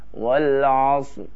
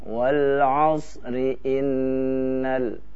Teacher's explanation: fathah itu mengajak ra untuk dibaca tebal · Shown in: first take · ya, sehingga kita baca wal'asr tebal, ya.